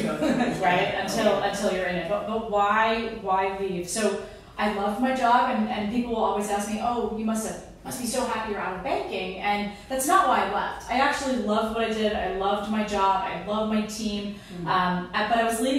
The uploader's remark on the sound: This was filmed LIVE at Luminary NYC.